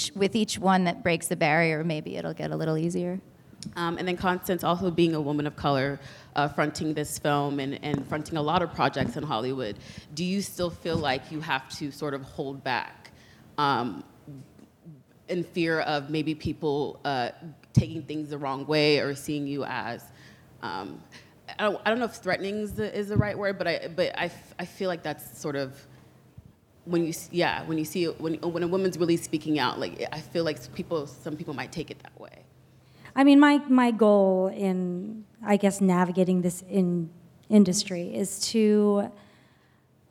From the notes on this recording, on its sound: Live from TIFF! Live from the Toronto International Film Festival.